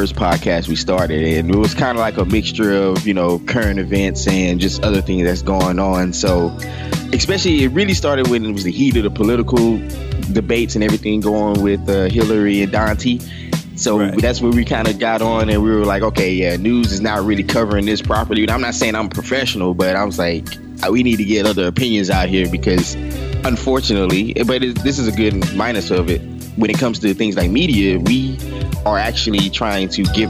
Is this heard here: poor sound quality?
no